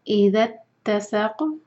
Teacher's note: قاف پر قلقلہ، ہم ساکن کر رہے ہیں قاف کو